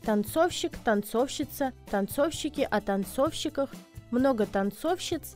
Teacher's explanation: ударение падает на «о», причем всегда, в любом роде, числе и падеже